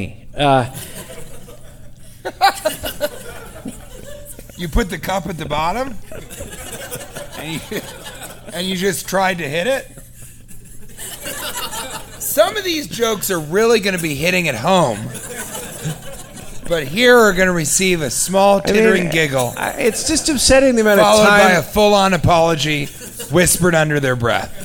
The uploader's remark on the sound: Live from Utah